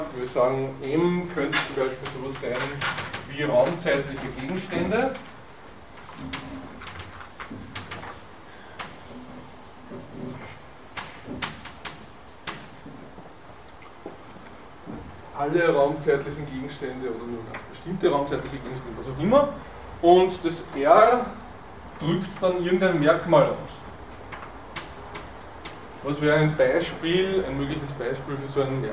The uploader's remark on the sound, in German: Diese Vorlesung wurde von Studierenden aufgenommen